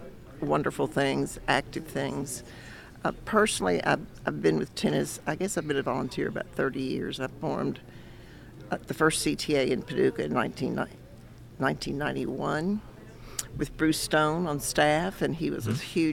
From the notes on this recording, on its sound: It’s a special AUDIO-ONLY edition of GSMKY! This was our first-ever remote podcast, recorded on January 27, 2024 at the Kentucky Tennis Weekend Community Development Workshop at the Hyatt Regency in Louisville, KY. We recorded a lot of great interviews with CTA representatives and some USTA staff.